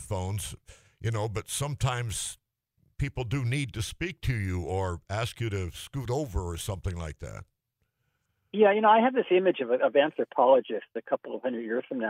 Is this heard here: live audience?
no